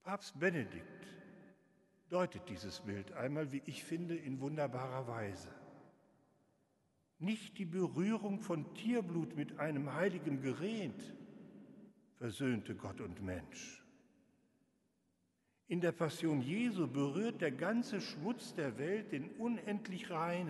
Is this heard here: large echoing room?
yes